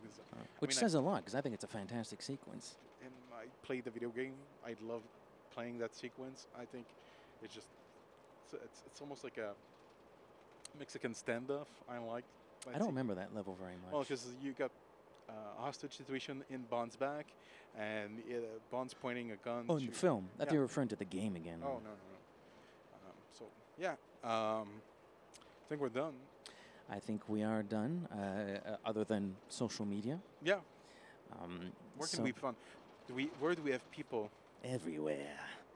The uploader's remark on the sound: We recorded in the train on our way to Toronto for the Casino Royale in concert event.